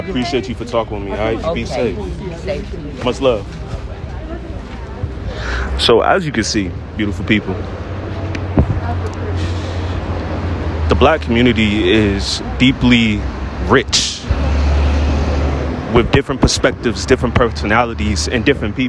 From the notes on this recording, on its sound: I decided to stay behind because I wanted to be outside and enjoy the world. I see an old woman sitting outside the 7/11 so I decided to have a podcast episode.